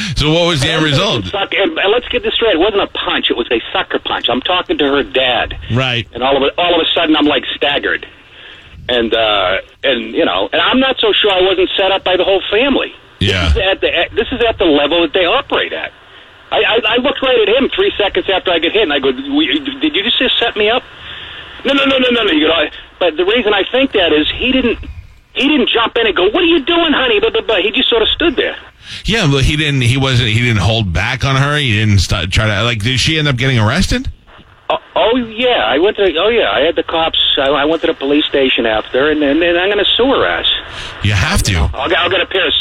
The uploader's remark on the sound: on the phone